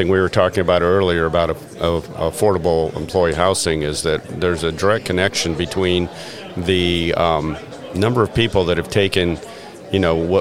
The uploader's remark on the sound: What follows is the second episode in a series recorded at the 2023 South Carolina Restaurant and Hospitality Association Conference in Greenville, South Carolina.